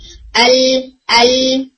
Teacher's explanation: جیسے لام بولا جاتا ہے اس طرح سے بولتے ہیں، یعنی زبان کی نوک کو بالکل مسوروں دانتوں کے جو مسوڑے ہیں ان کے اوپر لگانے کے بجائے تھوڑا پیچھے کی طرف لگاتے ہیں اور صرف نوک لگاتے ہیں, سائڈز لگانے کی کوشش نہیں کرتے. یعنی ال ال تو